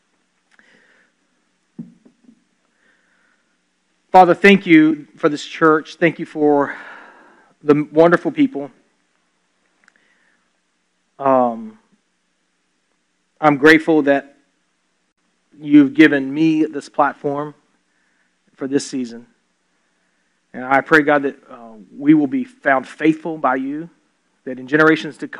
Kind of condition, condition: setting, large echoing room